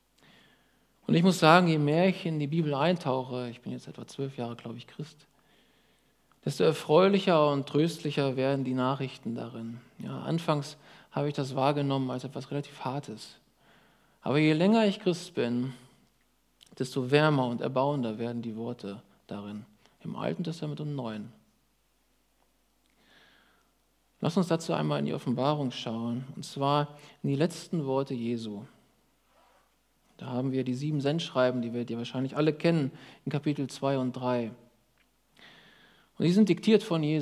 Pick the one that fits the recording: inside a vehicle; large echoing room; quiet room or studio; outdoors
large echoing room